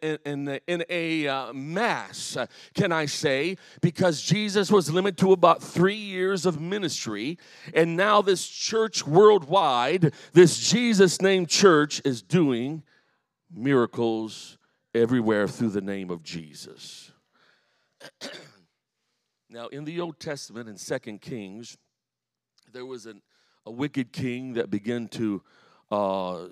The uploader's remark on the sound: The following is a message I preached at the home church in Harvey, Illinois.